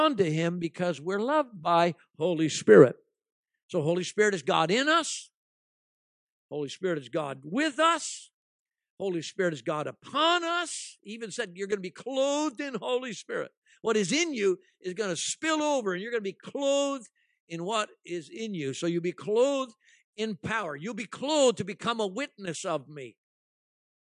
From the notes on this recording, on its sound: at ALife Church in Bellingham, Washington